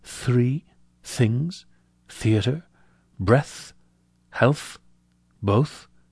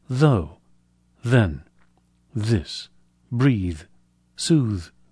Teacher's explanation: The voiceless TH in words like three, things, theatre, breath, health, both, and the voiced TH in words like though, then, this, breathe, soothe. Notice that in addition to the difference in voicing, whether or not the vocal cords are vibrating, the first one is much stronger than the second. But both are made by pressing the tongue against the back of the top teeth and forcing air through the narrow gap between, creating some friction and turbulence.